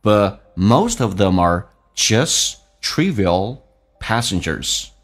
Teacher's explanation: them 跟 are 可以有个连音，二不被强调，一般会弱化成一个儿化音一样，叫儿，叫 them are.